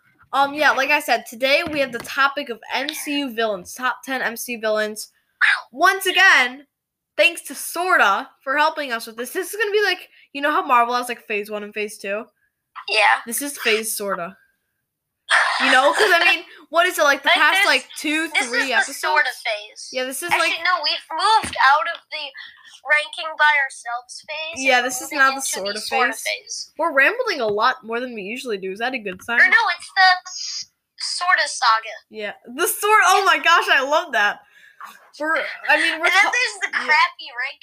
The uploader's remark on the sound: Sorry if there is any bad audio!